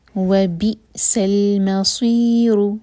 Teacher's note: با کے بعد حمزہ، اس پر ہے سکون تو کٹ آف ساؤنڈ ہوگا